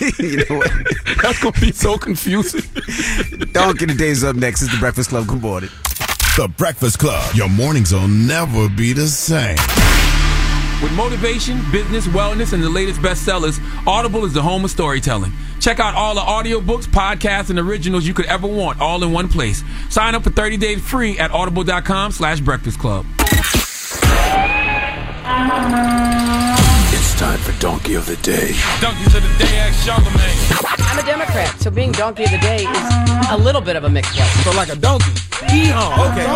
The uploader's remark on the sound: Today we open the phone lines to our listeners